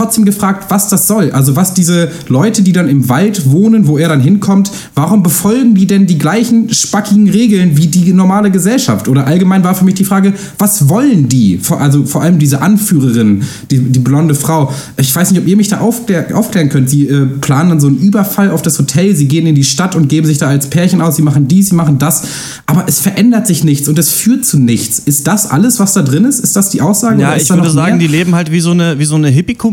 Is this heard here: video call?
no